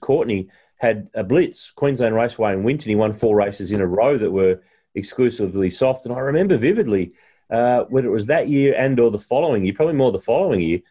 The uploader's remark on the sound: recorded over Zoom